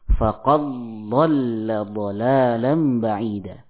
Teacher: sebagian membaca dal dengan didgumkan pada huruf dad